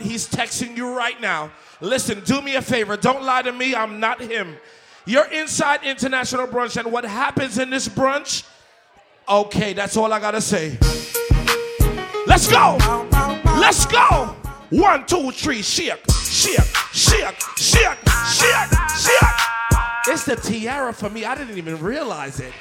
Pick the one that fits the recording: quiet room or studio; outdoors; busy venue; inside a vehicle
busy venue